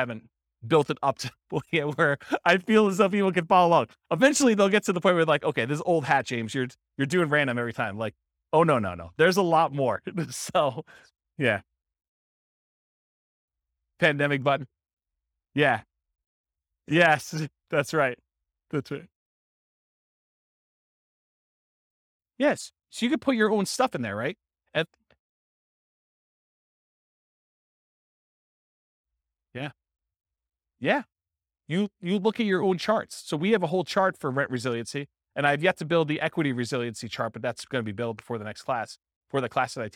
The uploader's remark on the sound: This was a live class recorded